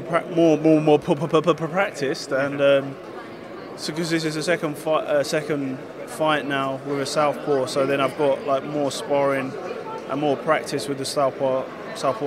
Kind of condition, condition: setting, busy venue